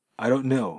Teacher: don't の t が聞こえません。その代わり、飲まれる音なので、なんていうか間がちょっとだけできます。